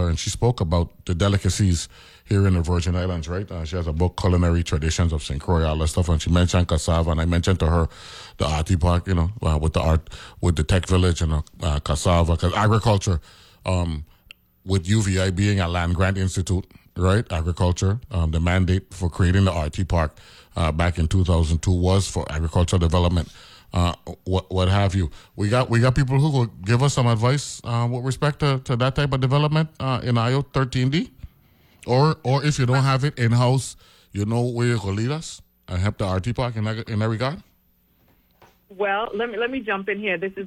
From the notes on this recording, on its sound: speaks on the phone